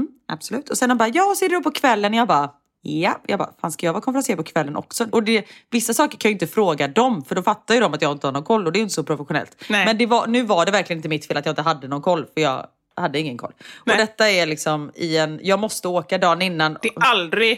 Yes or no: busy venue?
no